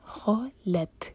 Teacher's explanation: قد خلت، خ مبھر کر لام لائٹ، خلت، اور تا پر سکون ہے تو تا پر ہم سانس جاری رکھیں گے